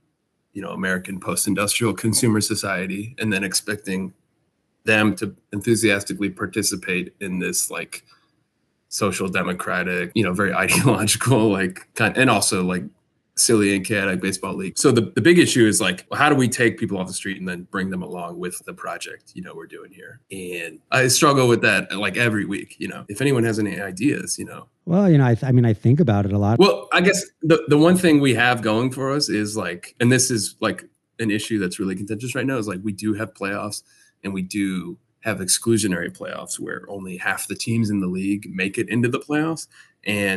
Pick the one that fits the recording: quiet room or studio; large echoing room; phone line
quiet room or studio